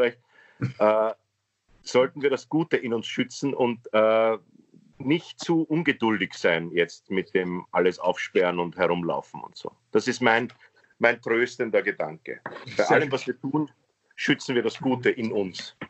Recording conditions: video call